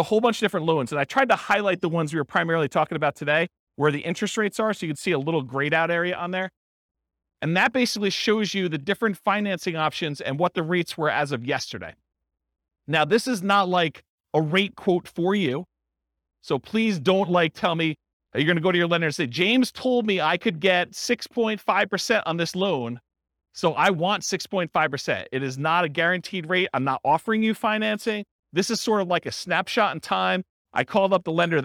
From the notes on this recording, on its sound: This was a live class recorded